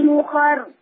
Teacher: أخر مفخمة لأنها مسبوقة بفتح